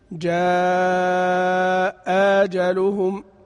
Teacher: أنا سأعيد التطبيق، جاء أجلهم تسهيلا، جاء أجلهم، احنا قصرنا المد أبدلنا لكن قصرنا لأن الذي جاء بعدها متحرك